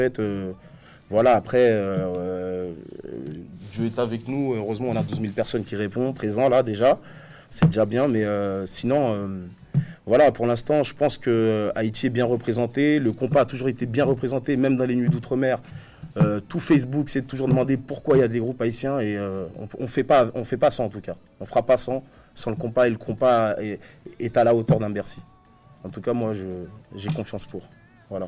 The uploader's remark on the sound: PRESS CONFERENCE LA NUIT DU KONPA À PARIS 7 AVRIL 2107